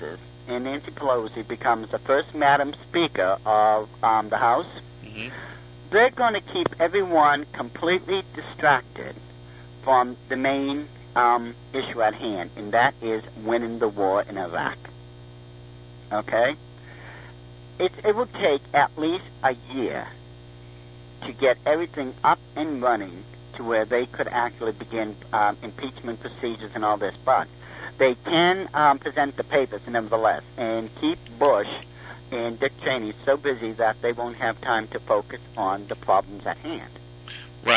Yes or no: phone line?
yes